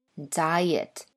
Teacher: 两个元音连在一起，经常会出现连读现象。比如说 i 和 a 连在一起，中间就会出现一个类似 y 的音